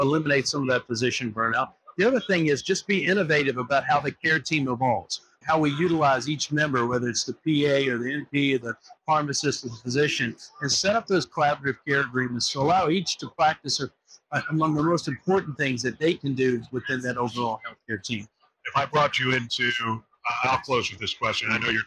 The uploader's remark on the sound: Interview in Action live from HLTH